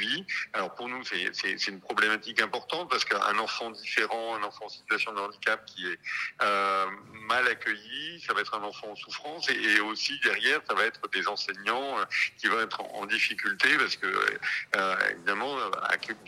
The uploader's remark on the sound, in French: Pour cette nouvelle semaine de direct Radio2B On Air. Par téléphone.